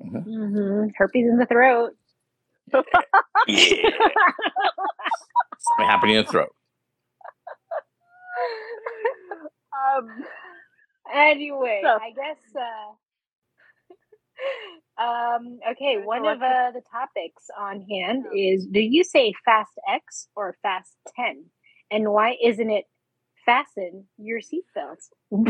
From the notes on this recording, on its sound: Especially with the audio problems and all.